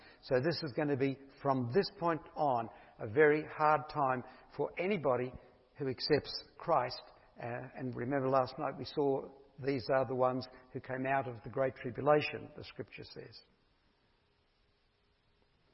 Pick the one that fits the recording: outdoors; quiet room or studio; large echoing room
large echoing room